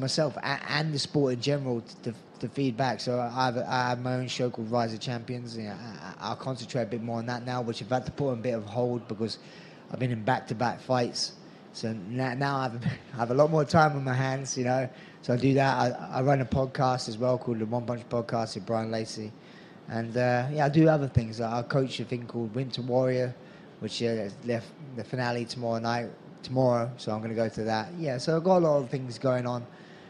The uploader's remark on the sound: talks to the assembled media at the post-fight press conference